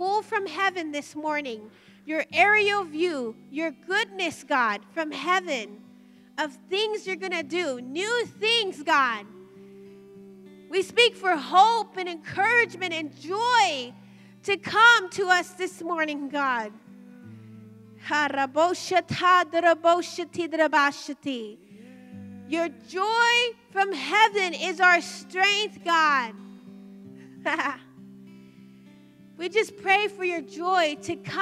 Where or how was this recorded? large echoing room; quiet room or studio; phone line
large echoing room